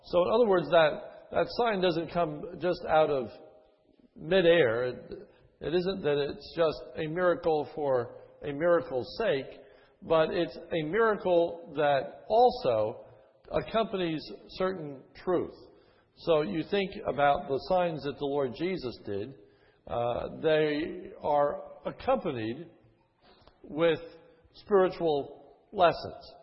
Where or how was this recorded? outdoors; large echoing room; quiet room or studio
large echoing room